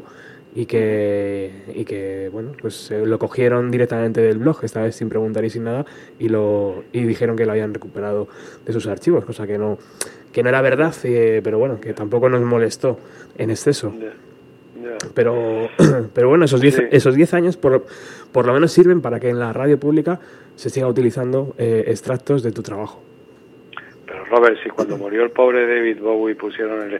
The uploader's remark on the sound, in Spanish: por teléfono